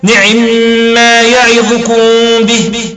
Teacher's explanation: متعلق بإخفاء كسر العين في كلمة نعمة